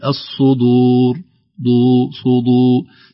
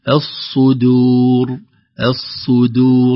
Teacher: الصدور صاد مفخمة بعدها دال مرققة · Shown in: second take · لو لم ننتبه ستقول الصدور دو صدو، ستخرج الدال مفخمة أو غليظة أو قريبة من الضاد بعد الصاد، لكن نقول الصدور، الصدور ننزل مباشرة باللسان إلى مخرج الدال.